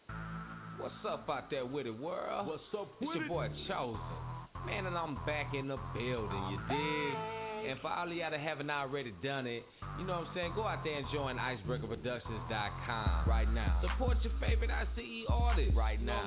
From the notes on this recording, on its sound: Live broadcast of the #2 team in the nation, the Desoto Eagles.